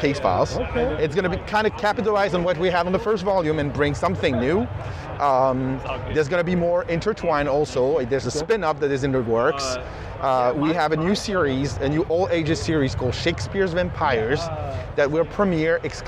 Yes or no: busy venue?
yes